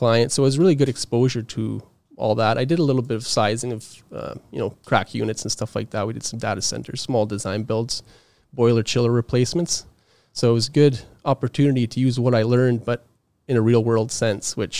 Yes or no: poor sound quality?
no